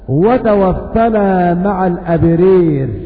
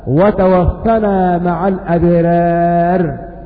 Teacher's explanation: إذا وقعت الألف بين رأين الأولى مفتوحة والثانية مكسورة متطرفة، فإن أبا عمرو والكساء يميلان هذه الألف · Shown in: first take